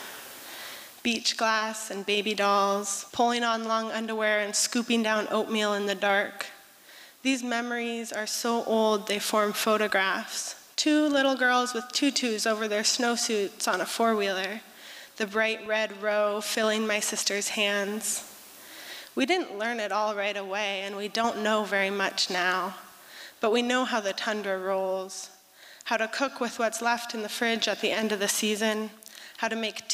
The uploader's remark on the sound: 2023 FPG-Liberty Theatre-Friday Night. Performance was recorded at the Liberty Theatre.